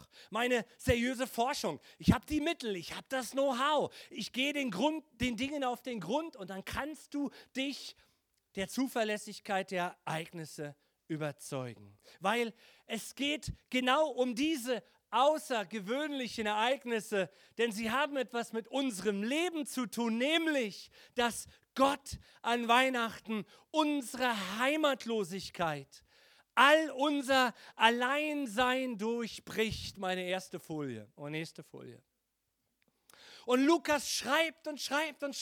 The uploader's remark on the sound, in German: Heiligabend 2022 - Gottesdienst Predigt